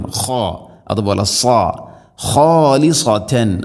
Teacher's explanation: ഇൻദല്ലാഹി ഖാലിസതൻ, വളരെയധികം ശ്രദ്ധിക്കേണ്ട ഒരു പദമാണിത്. ഖാഉം സാദും പ്രത്യേകം രണ്ടക്ഷരവും ഹെവി ലെറ്ററാണ്, അഥവാ ഇസ്തിഇലാന്റെ അക്ഷരമാണ്, കനപ്പിച്ച് ഉച്ചരിക്കണം